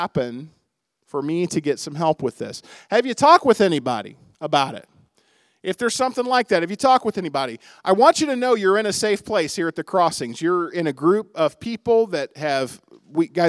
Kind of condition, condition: setting, large echoing room